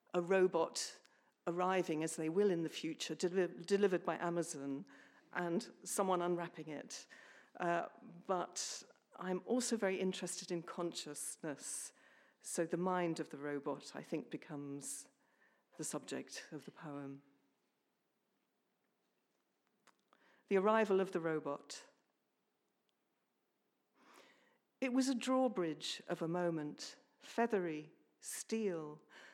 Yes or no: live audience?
yes